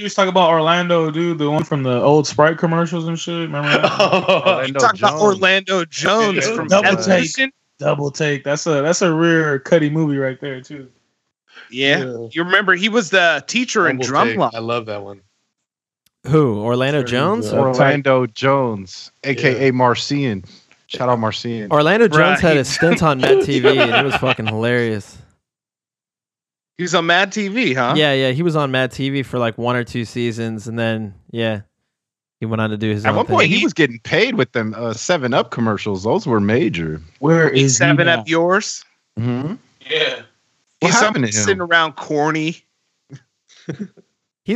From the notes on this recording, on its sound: Sorry for the phone in from jail quality. Forgot to record his mic.